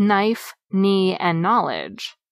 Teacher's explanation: One cluster that has disappeared is KN, which gives us the silent K in words such as knife, knee, and knowledge.